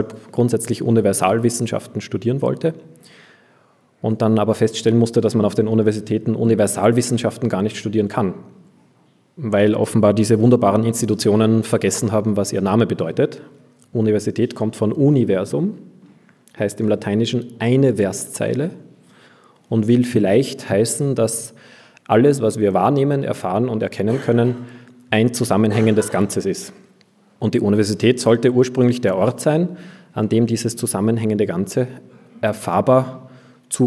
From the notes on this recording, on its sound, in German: Zu Gast in Graz, wo er bei der KPH/Lange Gasse referierte und sich den anschließenden Publikumsfragen stellte. In dieser Sendung hört ihr ein Interview mit dem Autor.